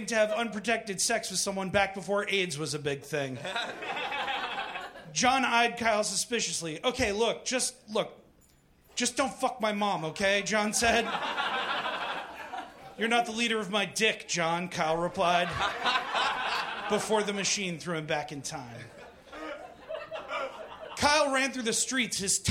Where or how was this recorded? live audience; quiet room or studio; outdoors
live audience